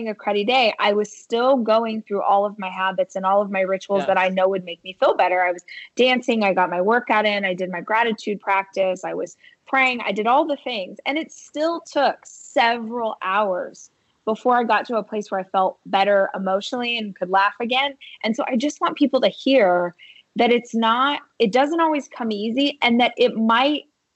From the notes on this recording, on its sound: Connected over Skype.